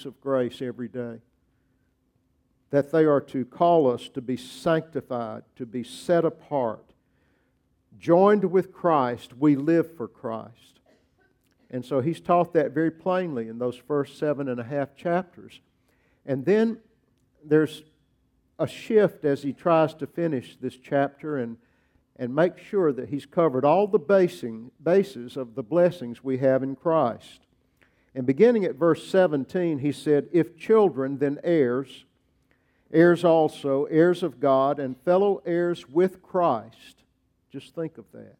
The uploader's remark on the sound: preached at Grace Baptist Church